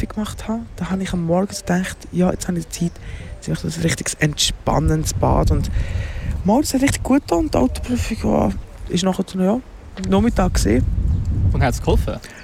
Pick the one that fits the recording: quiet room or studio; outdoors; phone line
outdoors